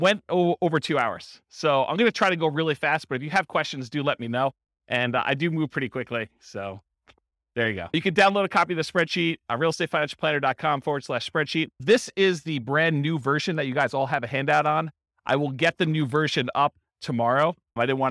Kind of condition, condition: setting, live audience